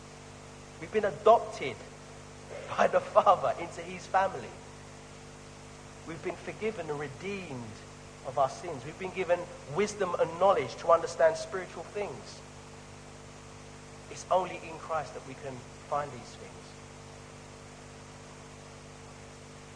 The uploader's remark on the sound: Sorry for the poor quality of this weeks recording